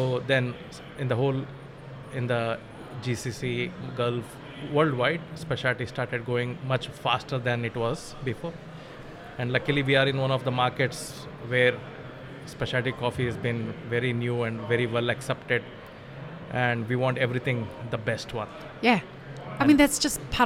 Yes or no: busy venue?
yes